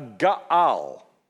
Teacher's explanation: that whole two A's with a glottal stop in between